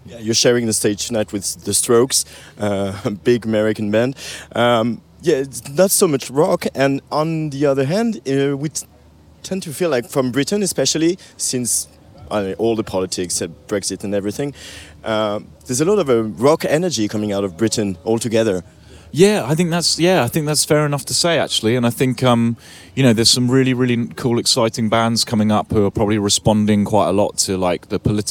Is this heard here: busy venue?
yes